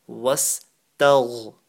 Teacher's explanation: the غَيْن is top of the throat on full mouth. وَاسْتَغْ، not tag.